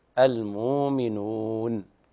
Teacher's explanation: هذا مد طبيعي، الواو الأولى المبدلة تمد حركتين فقط